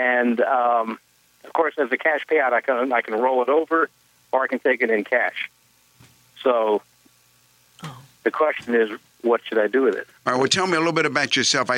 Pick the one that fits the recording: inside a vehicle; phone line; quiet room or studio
phone line